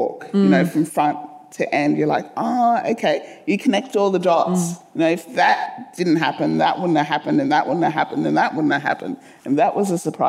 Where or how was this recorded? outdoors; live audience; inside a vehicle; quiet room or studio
live audience